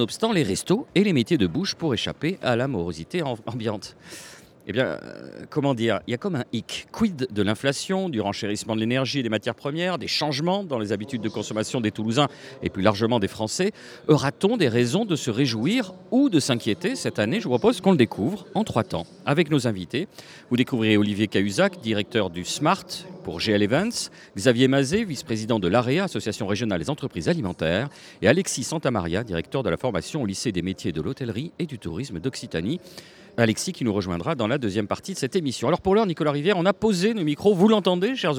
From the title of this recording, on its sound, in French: En direct du Smahrt 2024